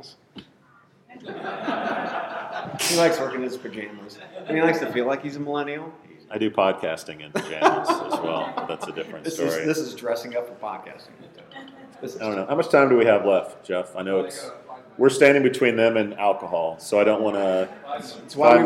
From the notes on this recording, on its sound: Live from Jobg8 Job Board Summit in New Orleans. The boys headed down the The Big Easy this week for a live podcast at the Jobg8 Job Board Summit.